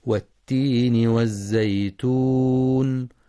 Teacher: ينتبه القارئ لإدغام اللام الشمسية في التاء والزاي، ولتحقيق شدة التاء في والتين، كما يراعى بيان صفة الصفير ورخاوتها في الزاي الساكنة من والزيتون، والوقف على النون بصفة التوسط.